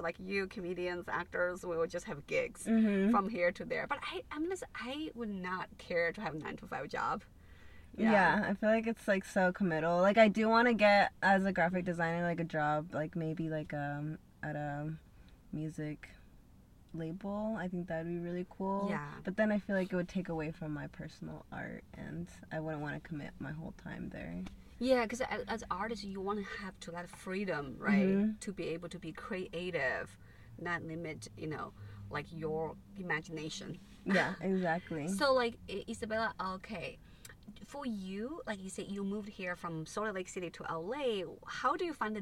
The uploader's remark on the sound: In The Car.